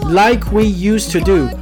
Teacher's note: 注意 use 里面这个 se 发出来的是浊辅音 z